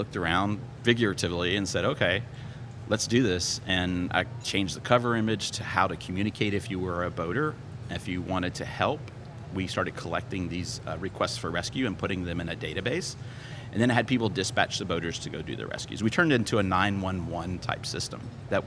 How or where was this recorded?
busy venue